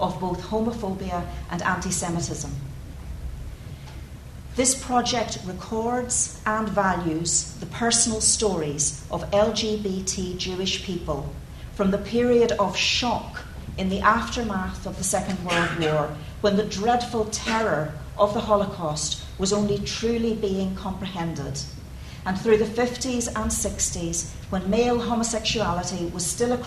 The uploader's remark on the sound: This podcast is a recording of the Q&A session that followed the film screening to mark the opening of the exhibition on 6 February 2014.